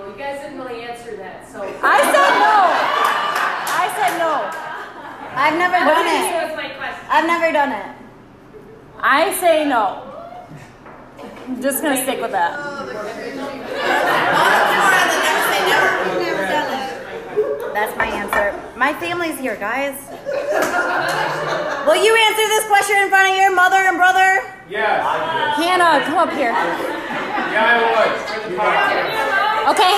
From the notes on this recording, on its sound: A live recording from our Lunch Party! Our guests wrote us anonymous questions that we answered on the spot.